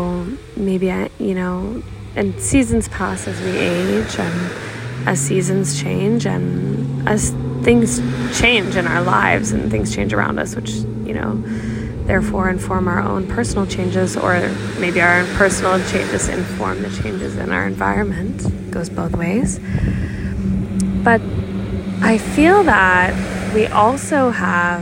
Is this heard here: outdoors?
yes